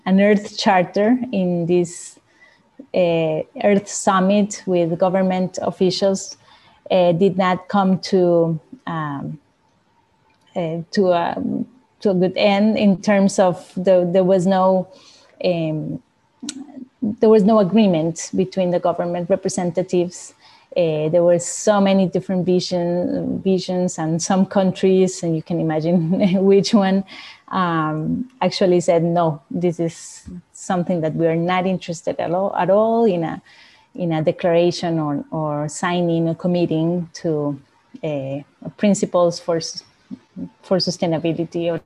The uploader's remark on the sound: This week’s podcast utilises the audio from the webinar interview. From the AnimalConcepts platform.